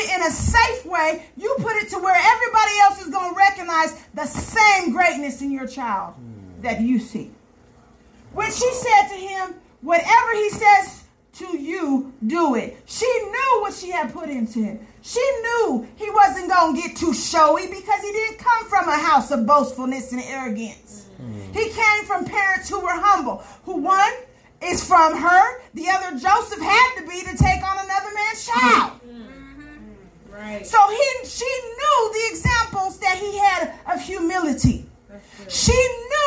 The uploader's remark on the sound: This message was preached at Sure Foundation Community Fellowship Church.